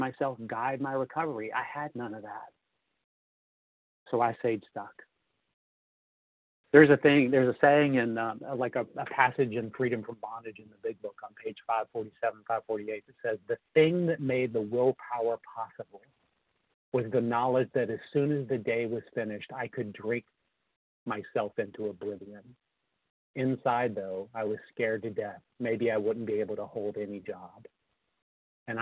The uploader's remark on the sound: the 100 Pounders Phone Meeting, 4/27/23